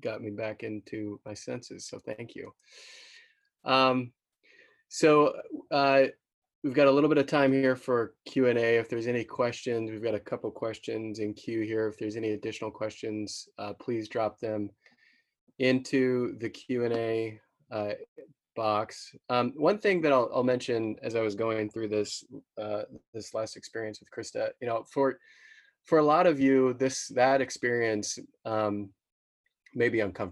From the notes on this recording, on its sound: Webinar was recorded on April 30, 2020.